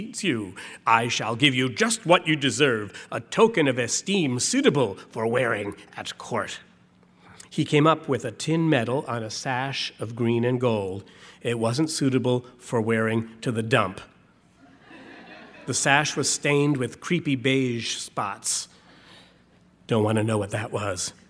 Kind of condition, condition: setting, live audience